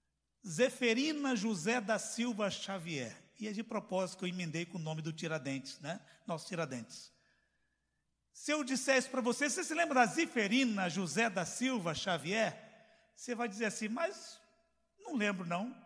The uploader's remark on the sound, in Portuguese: CULTO AO VIVO